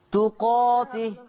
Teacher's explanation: كلمة تقاته تقرأ بالفتح، ما فيها تقليل، ما فيها إمالة بالألف